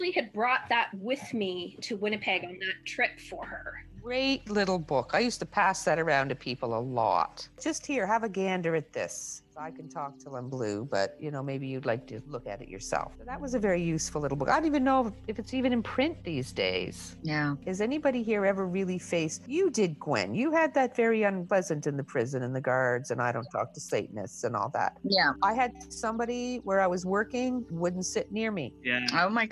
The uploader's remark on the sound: sit over zoom